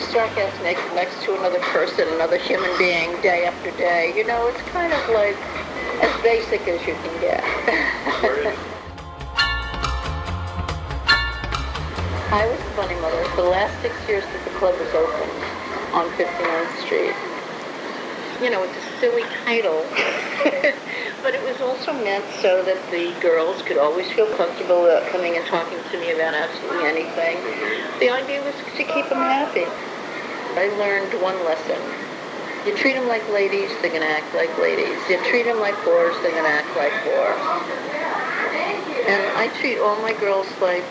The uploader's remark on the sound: I taped conversation on one of those old school microcassette recorders. Upper West Side of Manhattan at Elle's Restaurant // Microcassette recorder.